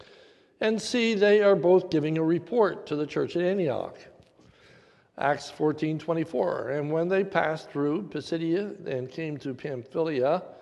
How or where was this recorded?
large echoing room